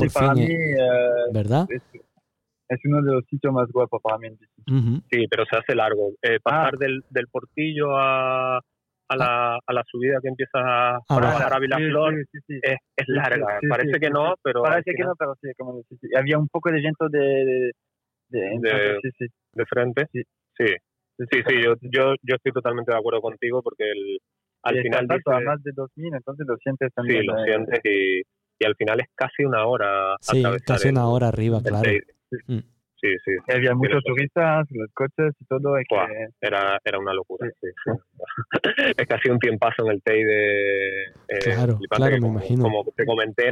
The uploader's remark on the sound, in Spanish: hablamos por teléfono con ellos